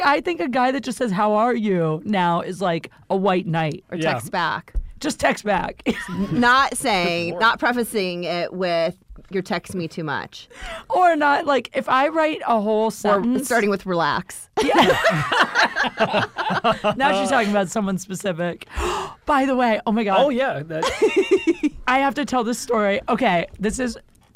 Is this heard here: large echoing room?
no